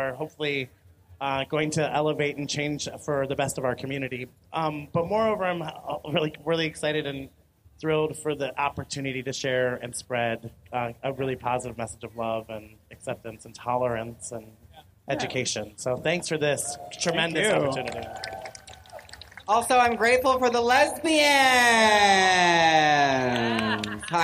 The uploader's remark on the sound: This week it’s an extra-special LIVE recording of the The Official RuPaul's Drag Race Podcast, recorded onstage at RuPaul’s DragCon in L.A.